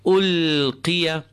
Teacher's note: the qaf with the kasra, it is less full. It is at its lowest degree of fullness.